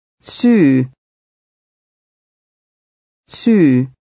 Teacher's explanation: a lengthened double vowel sound at the end